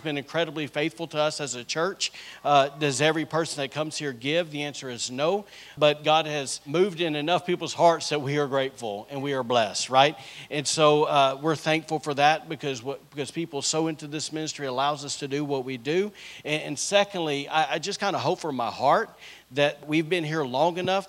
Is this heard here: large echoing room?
yes